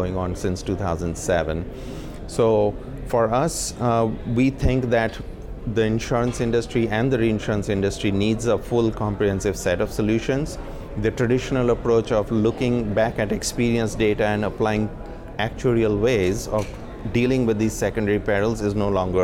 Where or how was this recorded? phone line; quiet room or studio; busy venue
busy venue